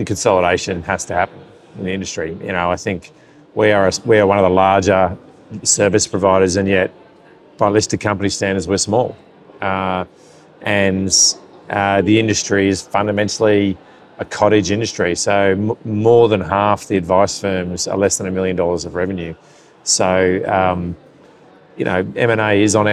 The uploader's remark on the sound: spoke to Financial Standard at the Association of Financial Advisers (AFA) Thrive conference